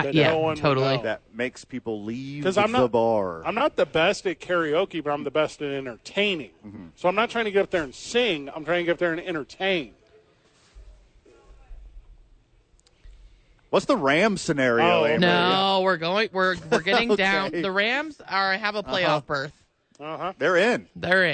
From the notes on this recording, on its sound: live from Sadies.